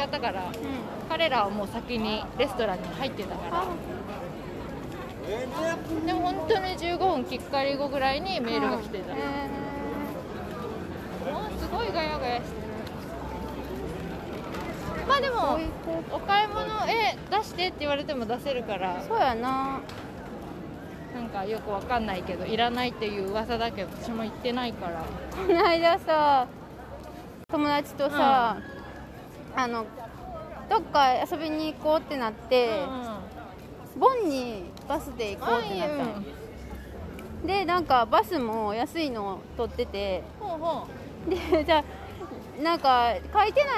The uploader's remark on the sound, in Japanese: 屋外収録途中でなぜかコロナテストしに行く回w。